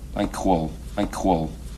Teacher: what Malkovich does here is something that no Russian speaker speaking English would actually do, which is palatalize everything